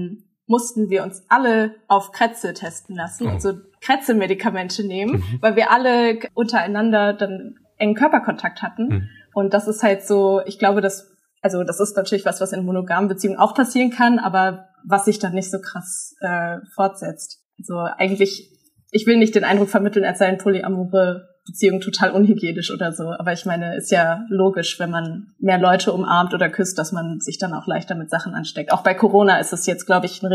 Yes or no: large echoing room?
no